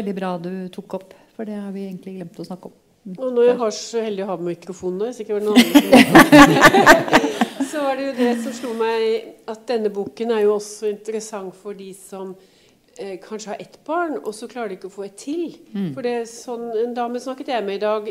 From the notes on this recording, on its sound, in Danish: Panelsamtale på Litteraturhuset i Bergen. Med publikum i salen.